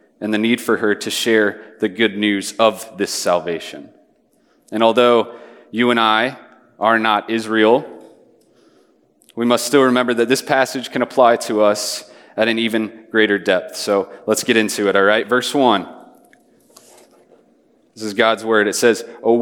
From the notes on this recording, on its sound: Message preached on June 22, 2023 at a Thursday Night Gathering of Coram Deo College Ministry.